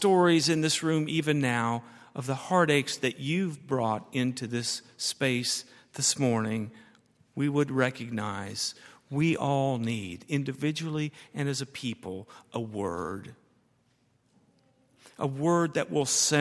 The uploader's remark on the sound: at Highland Baptist Church